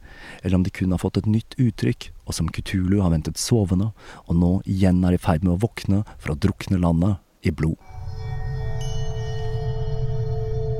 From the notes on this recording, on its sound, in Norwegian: som er tatt opp utendørs i solskinnet